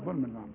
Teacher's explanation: التنوين اللي بعده لام ادغام كامل لكن بدون غنى